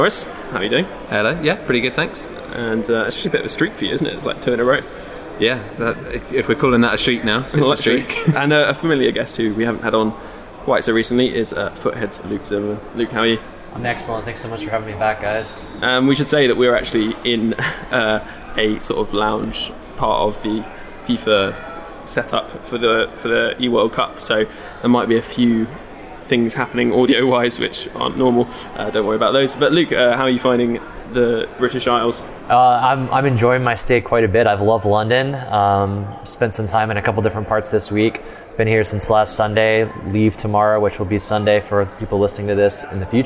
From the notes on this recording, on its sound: Live from the eWorld Cup finals